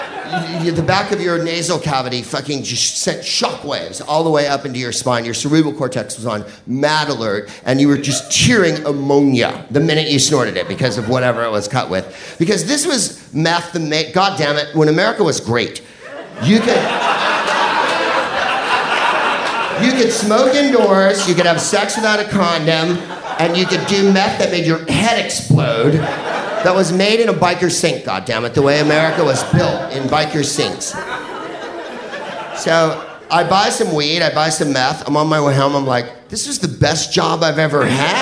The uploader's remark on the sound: Live from San Francisco. Sketchfest show.